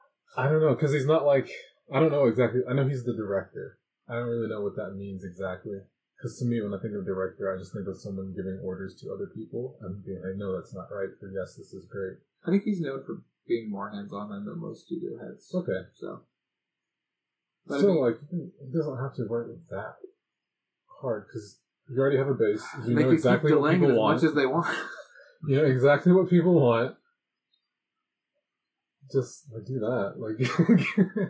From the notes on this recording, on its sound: Warning: I busted up the audio.